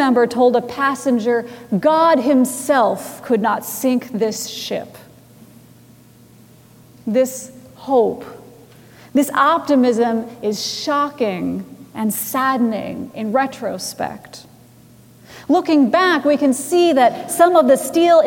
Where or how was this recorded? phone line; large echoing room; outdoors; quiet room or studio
large echoing room